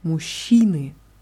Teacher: Hier ist die Betonung auf i.